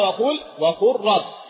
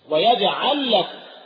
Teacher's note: إنما أدغم اللام في الراء · Term: الإدغام